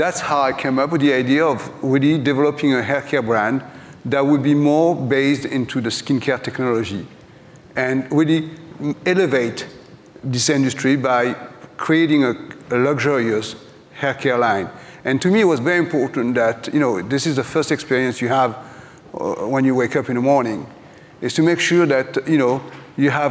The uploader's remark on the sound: live at the Glossy Beauty x Wellness Summit